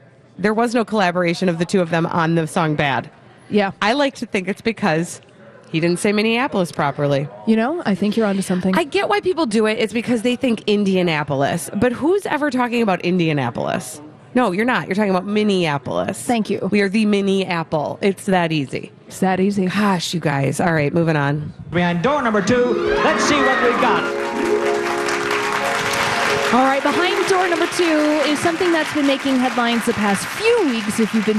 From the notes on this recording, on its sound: Live from The AC Hotel!